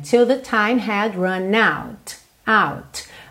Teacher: Mas, especialmente em letra de música, você praticamente não vai ouvir esse T final aí